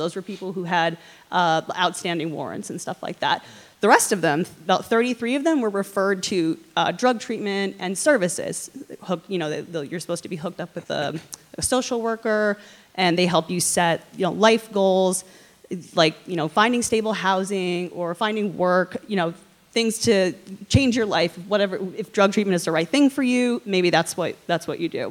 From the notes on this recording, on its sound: at the Year in Review live